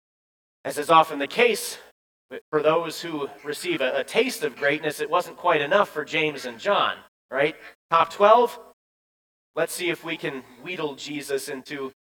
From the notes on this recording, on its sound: Bethany, Appleton, WI. At Bethany's Sunday worship.